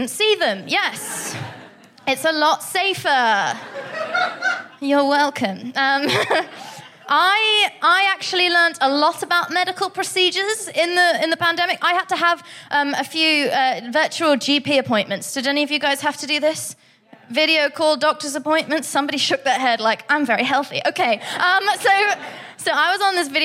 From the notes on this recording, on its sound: FOC IT UP Comedy Club. At 21Soho in London.